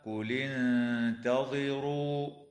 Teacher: وتخفى النون الساكنة مع الغنة مرققة في كلمة انتظروا